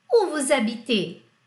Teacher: perceba a sílaba tônica no vu